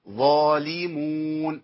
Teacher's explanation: ظاء منفسه فيها هواء بيطلع، يبقى انا عرفت على طول ان انا ابدلت الظاء بثاء مفخمه. ظالي لام مرققه اخلصها ايه بابتسامه بسيطه